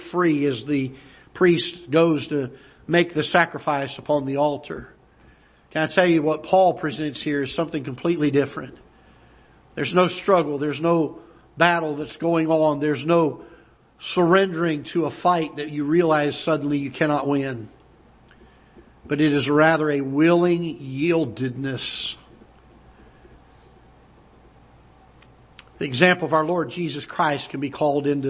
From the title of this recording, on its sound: Ketha Heights Baptist Church ~ Live Broadcast